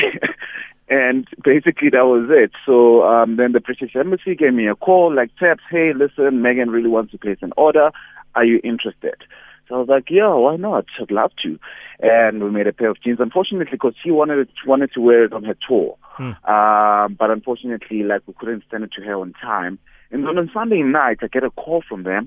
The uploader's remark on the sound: PHONE INTERVIEW